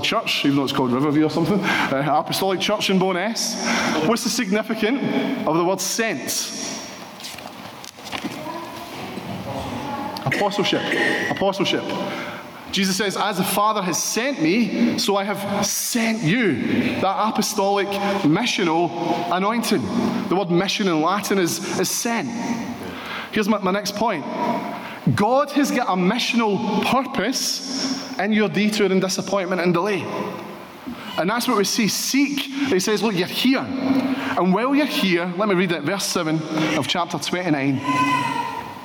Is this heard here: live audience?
yes